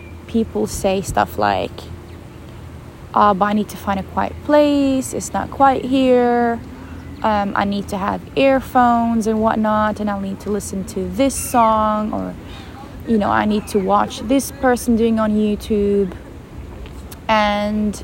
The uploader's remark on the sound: So, in today's episode I am taking you with out OUTSIDE! Yes, the episode is recorded on the go and in the moment.